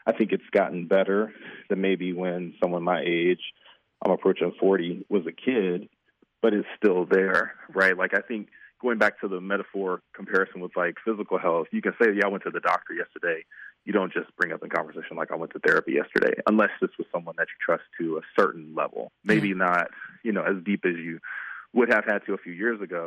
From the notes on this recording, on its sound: Listeners called in with stories of cultural competency in their mental health experience.